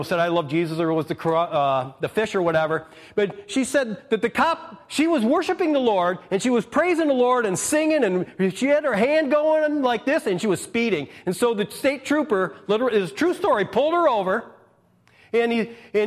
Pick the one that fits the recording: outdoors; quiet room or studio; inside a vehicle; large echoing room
large echoing room